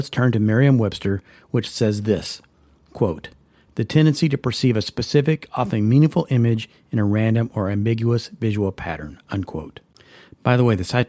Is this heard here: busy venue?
no